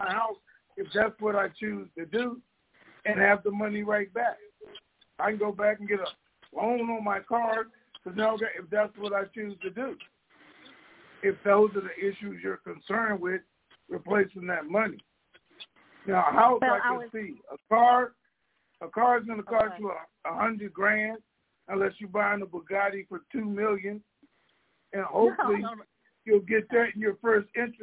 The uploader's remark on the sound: TNTSuperfantastic Conference Call